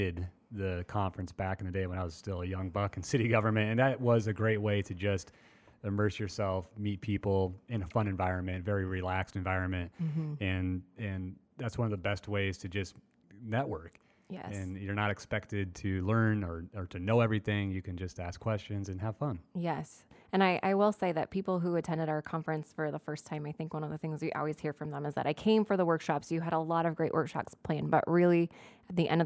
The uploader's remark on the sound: We took The Square on the road! This month's episode features interviews with city officials in the Exhibit Hall at the 2018 Annual Conference & Exhibit in Council Bluffs.